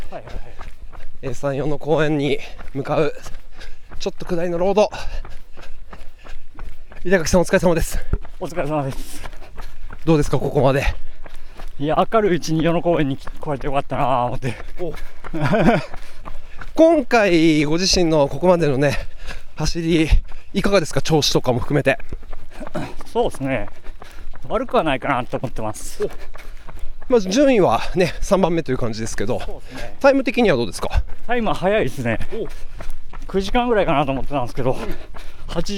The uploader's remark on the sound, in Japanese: 鈴鹿山脈を進むトップ選手の実走インタビュー。A1安楽峠の様子。